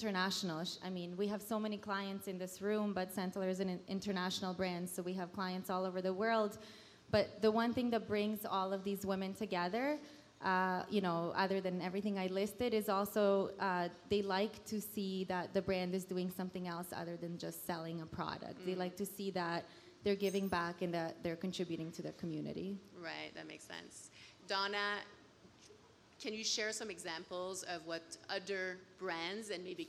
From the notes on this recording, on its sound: Fashion Week recently wrapped up in Toronto, and we recorded a special episode of the Brand is Female at an event held by Canadian outerwear brand Sentaler in honour of their partnership with SickKids, The Hospital for Sick Children in Toronto.